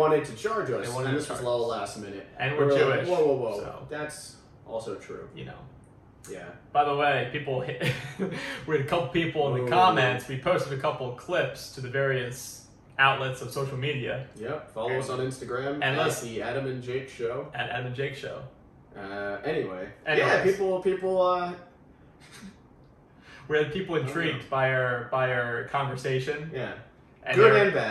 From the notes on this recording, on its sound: We know the audio was a little wonky, but we handle adversity for a living.